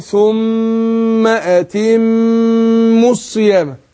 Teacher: يبقى اديناها غنة حركتين، والميم في أتم برضو زيها